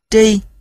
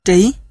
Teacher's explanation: Nếu xét về mặt văn tự, thì hai từ này chỉ khác nhau mỗi một ký hiệu về thanh điệu. Một chữ là thanh ngang, tri. Một chữ là thanh sắc, trí. Dĩ nhiên là hai âm tiết này khi phát âm cũng khác nhau.